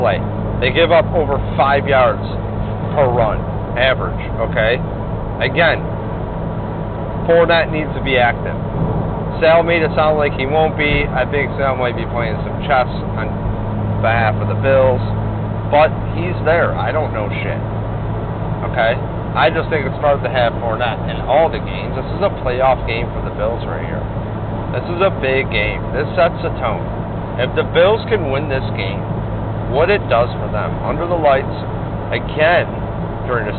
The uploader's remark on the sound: Babbles while driving from Tampa to Ft Lauderdale to the Bills Backers bar- the Booze Garden.